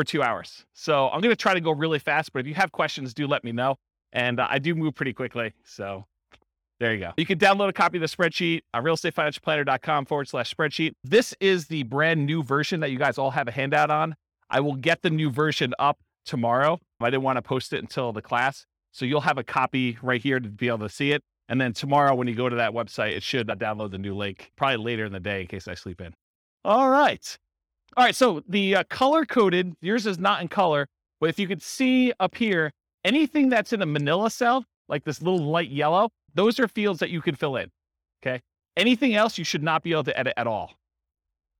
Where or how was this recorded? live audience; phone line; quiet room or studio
live audience